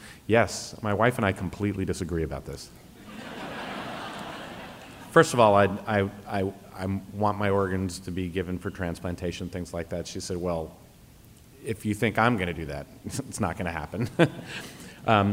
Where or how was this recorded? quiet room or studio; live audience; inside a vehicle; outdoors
live audience